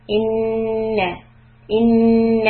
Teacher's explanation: Whenever you see the noon with a shadda, or a tashdeed, we stop for two counts. In, I do humming right there before I can say na.